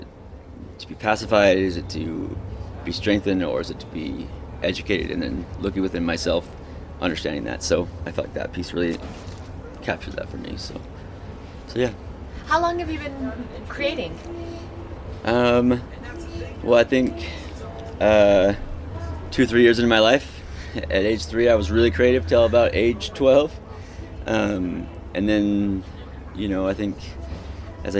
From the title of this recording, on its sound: On the Street Utah Arts Festival 2019